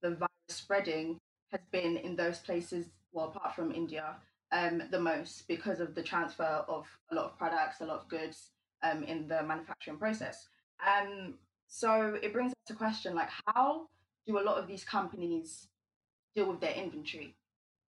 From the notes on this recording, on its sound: we went on Instagram Live and let our listeners join the conversation